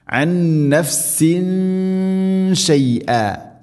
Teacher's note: തൻവീന് ശേഷം ഷീന് ഇഖ്ഫാ ബിഗുന്ന അവ്യക്തമാക്കി മണിക്കണം